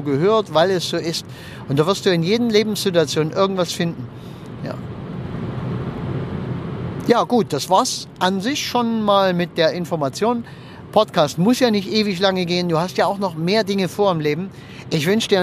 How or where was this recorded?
inside a vehicle